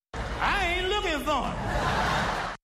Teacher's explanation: Note that he does not stress the pronoun him, but he does stress the word ain't.